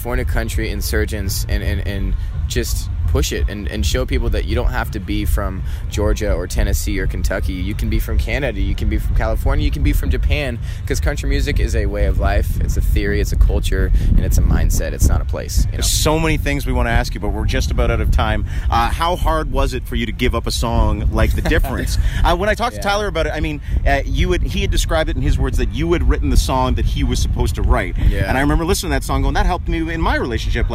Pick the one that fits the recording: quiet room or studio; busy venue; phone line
busy venue